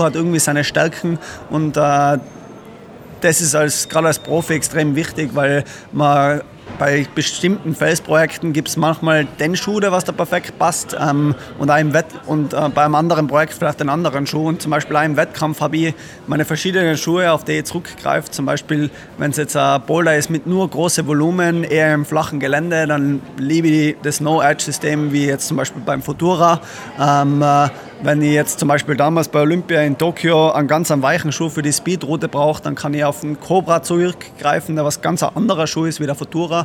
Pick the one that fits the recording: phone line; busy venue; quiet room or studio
busy venue